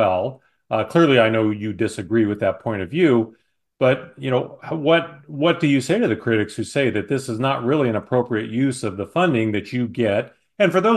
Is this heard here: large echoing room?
no